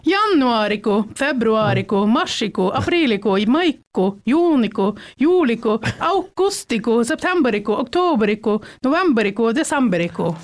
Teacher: uttales u som o da